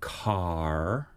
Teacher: So they go k, and then they go into R as the vowel, and then they raise their tongue tip up to make the R. So they make a retroflex R, meaning you pull your tongue back